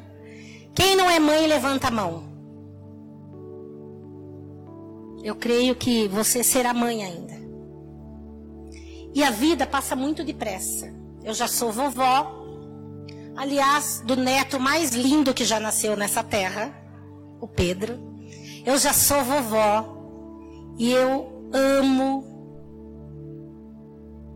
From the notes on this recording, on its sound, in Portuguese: Áudio da mensagem ministrada no culto da Rede de Mulheres. Na Igreja Cristo Salva Campinas.